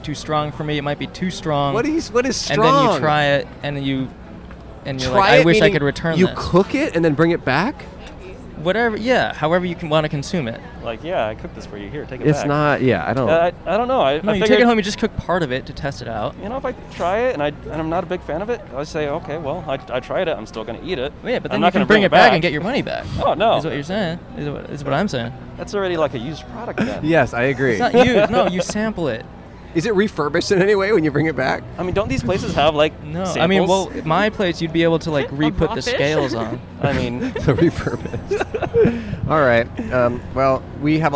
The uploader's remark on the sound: Outside In Seattle (Pike Place Market!). We recorded in front of the famous market for fish and tourism.